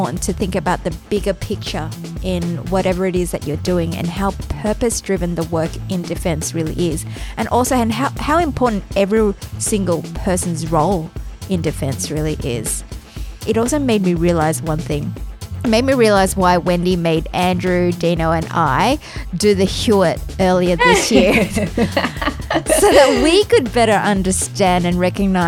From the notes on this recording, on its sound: live interview at the Indo-Pacific Sea Power Conference in Sydney